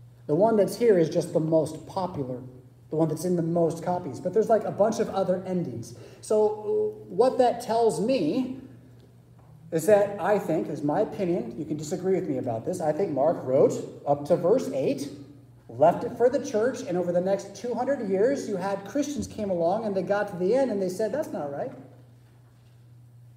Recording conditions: large echoing room